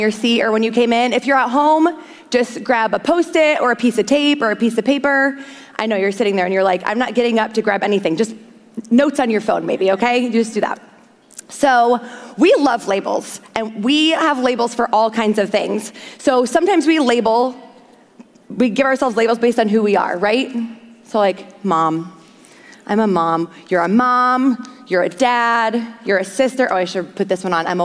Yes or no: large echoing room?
yes